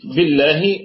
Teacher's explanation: بالله، الباء حرف جر، بي والهمزة همزة وصل تسقط وصلا وأيضا تسقط ابتداء، يعني هي ساقطة في البدء والوصل. ولام لفظ الجلالة هنا مرققة لأنها مسبوقة بالكسر